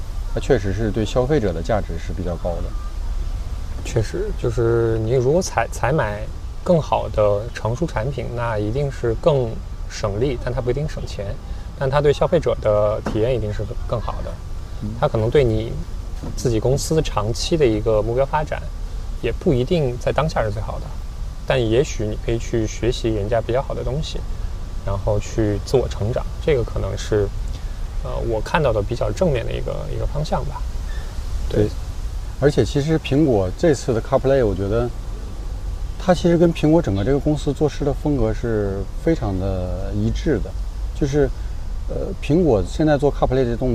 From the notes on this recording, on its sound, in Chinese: 这次虽然做了一些准备，但发现室外背景的杂音还是挺多。